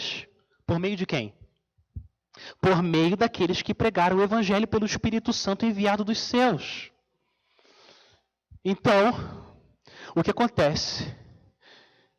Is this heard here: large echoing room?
yes